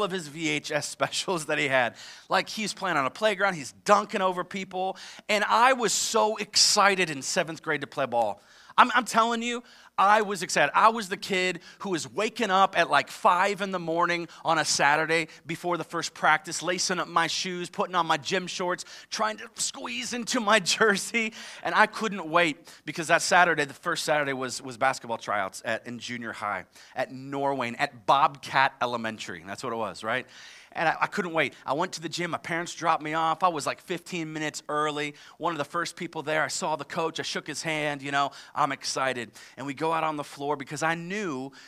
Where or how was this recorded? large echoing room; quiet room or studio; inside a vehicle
large echoing room